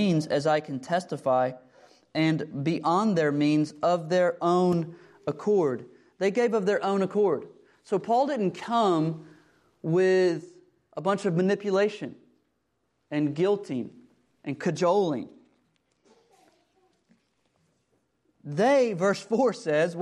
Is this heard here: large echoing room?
yes